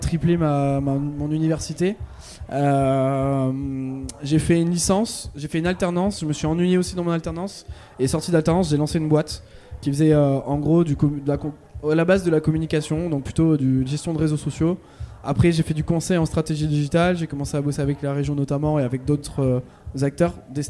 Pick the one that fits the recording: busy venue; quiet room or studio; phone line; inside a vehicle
busy venue